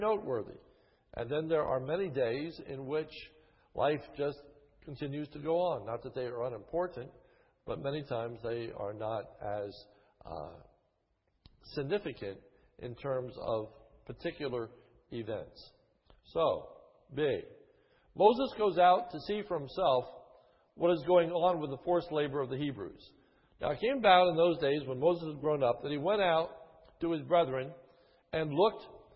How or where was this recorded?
large echoing room